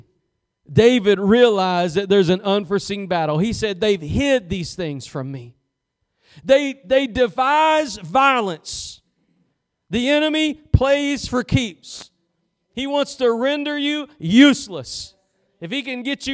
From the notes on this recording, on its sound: Preached at Gospel Lighthouse in Bossier City, La.